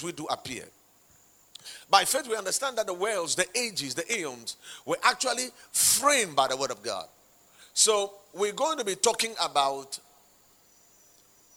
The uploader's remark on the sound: Preached at the Watered Garden Church in Takoradi.